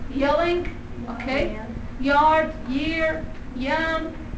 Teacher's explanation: So we have it in initial position, medial position, and final position, again it's produced in the palatal area, and it's also a glide